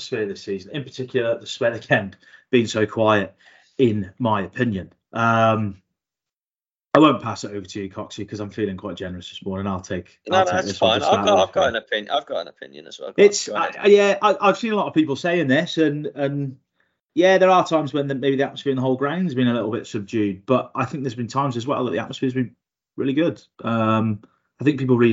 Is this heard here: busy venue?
no